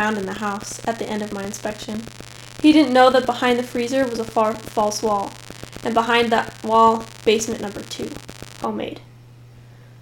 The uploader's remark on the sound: There's some weird static in this episode.